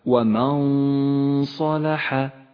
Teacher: نخفي النون بالصاد مع بقاء غنة للنون ومن غير تشديد · Term: الإخفاء